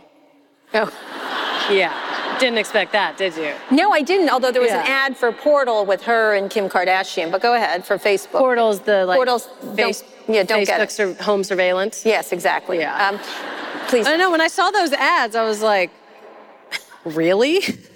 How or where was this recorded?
live audience